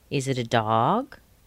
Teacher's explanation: it goes up if we're asking a question.